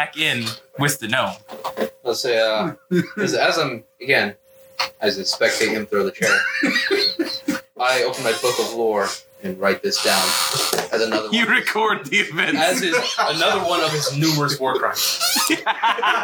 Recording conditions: poor sound quality